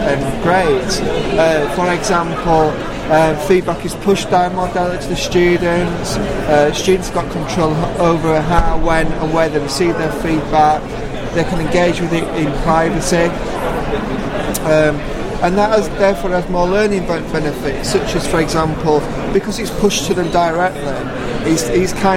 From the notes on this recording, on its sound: Recording of the poster session. (Sheffield Hallam University).